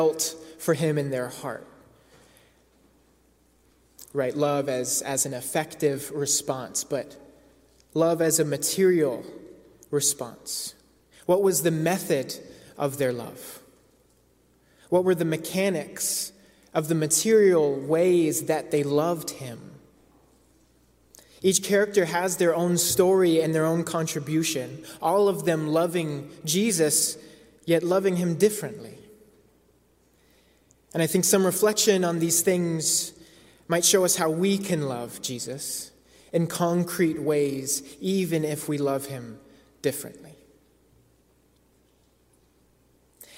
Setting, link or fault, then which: setting, large echoing room